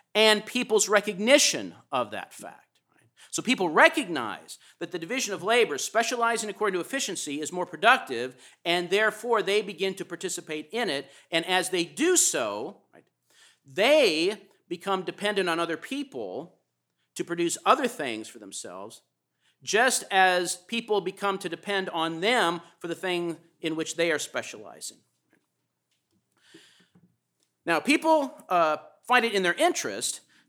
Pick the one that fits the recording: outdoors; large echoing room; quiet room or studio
large echoing room